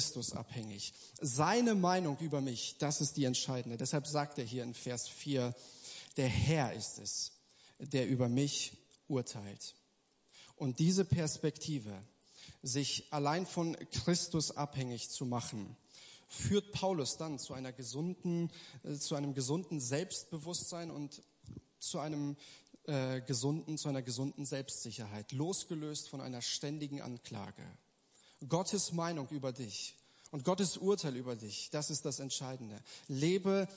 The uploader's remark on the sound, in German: Gottesdienst der Kirche für Bonn